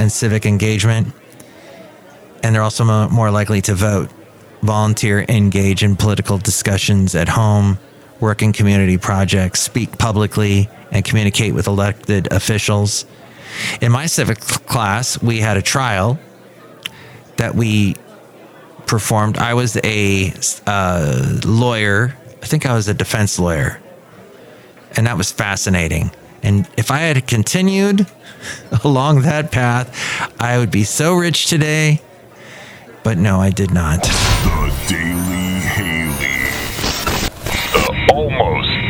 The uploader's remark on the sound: podcasts live from Café Anyway